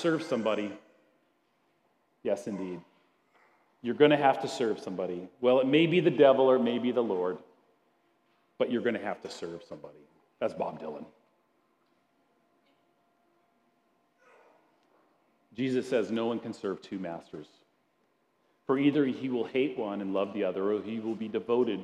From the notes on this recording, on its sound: at Grace City Church in Fargo, North Dakota.